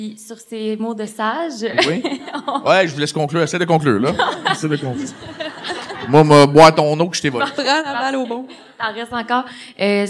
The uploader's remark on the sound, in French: Le moment est enfin venu de vous présenter notre premier épisode devant public.